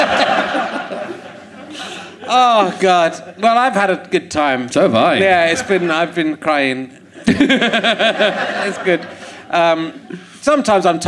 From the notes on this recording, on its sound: Leicester Square Theatre Podcast. Finds a woman in the audience who doesn't seem to know where she is. She continues to be bamboozled throughout the show.